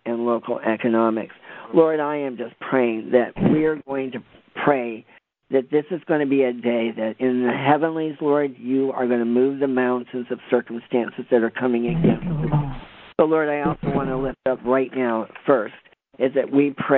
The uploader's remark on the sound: We opened up our Conference Call line for anyone to pray. The hour was filled with many people uplifting prayers.